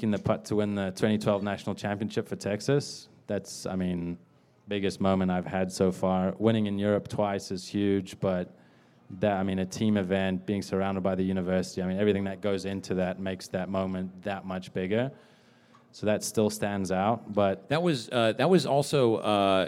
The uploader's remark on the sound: LIVE from the Chase Sapphire Cardmember Club.